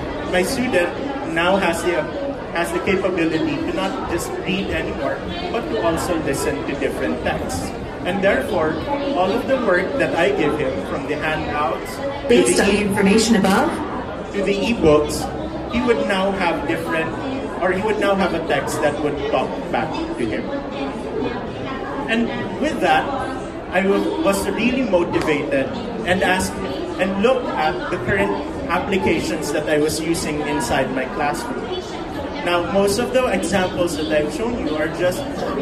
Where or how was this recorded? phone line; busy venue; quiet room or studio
busy venue